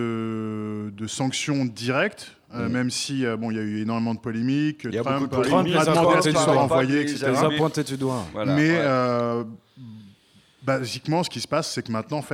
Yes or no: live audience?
yes